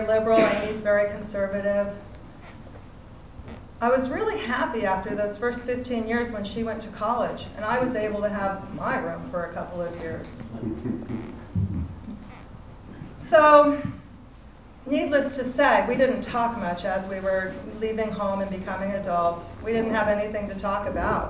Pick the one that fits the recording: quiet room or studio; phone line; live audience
live audience